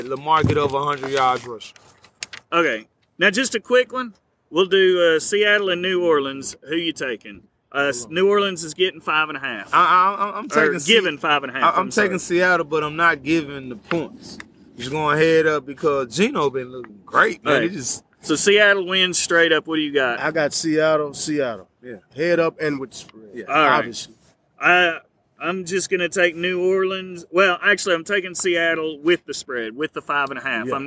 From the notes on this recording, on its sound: Being out in the open there is noise that may not filter out